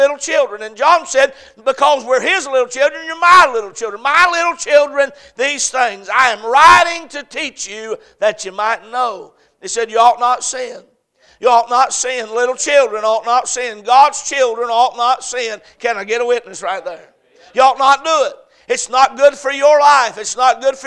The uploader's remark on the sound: A message preached at Crossroads Baptist Church on Sunday evening